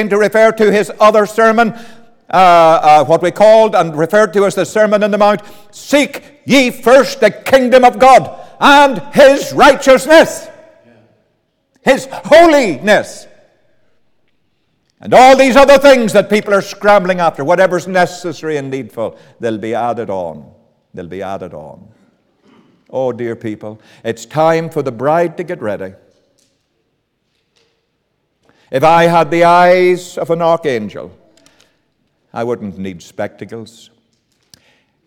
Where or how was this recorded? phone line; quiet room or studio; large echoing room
large echoing room